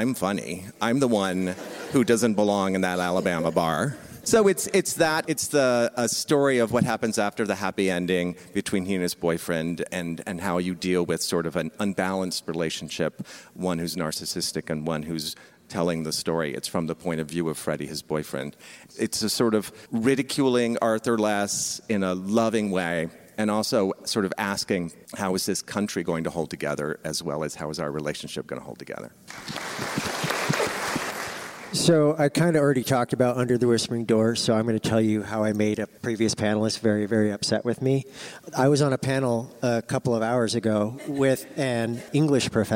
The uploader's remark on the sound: LIVE from Bookmarks! Four dynamic authors gathered to speak on a Book Club Favorites panel last month at the Bookmarks Festival of Books & Authors. The Bookmarks NC Festival of Books & Authors.